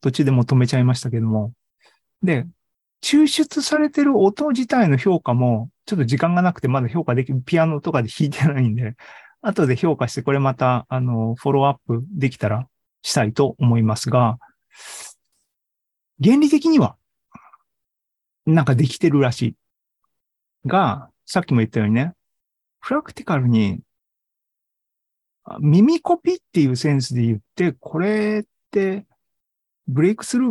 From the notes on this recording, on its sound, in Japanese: ２０２２年１１月３０日に開催した ZOOMライブの模様です。